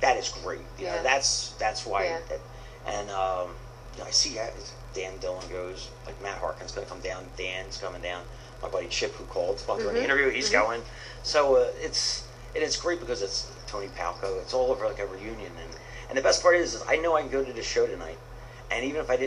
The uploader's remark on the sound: Audio note: Please forgive the low and rather poor sound quality of this interview.